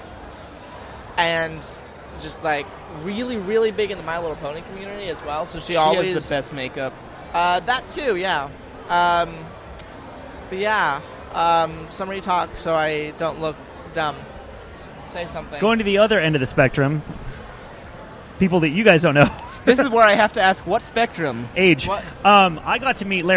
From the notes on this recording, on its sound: broadcast live cdom Wondercon 2018 in Anaheim